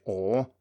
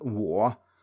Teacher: o and wa are two different sounds. One has only one vowel sound, and one has two.